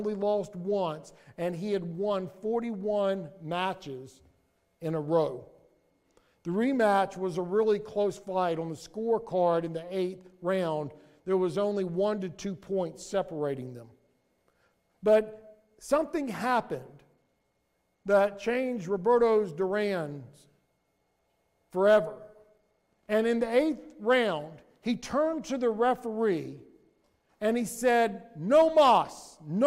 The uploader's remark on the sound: Sermon audio from Mission Church in Locust, NC.